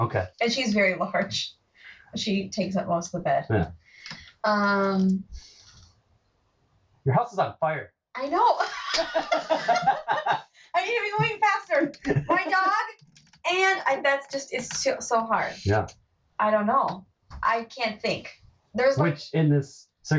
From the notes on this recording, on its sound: I am really bummed that the audio quality is bad on this!